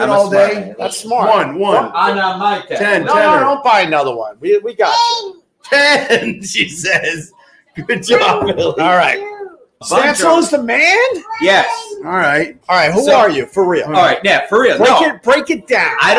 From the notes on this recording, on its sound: Recorded at Tuesdays at Gebhards